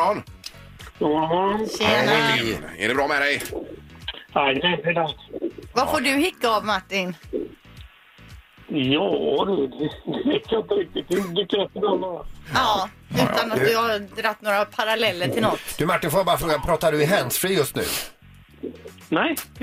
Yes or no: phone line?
yes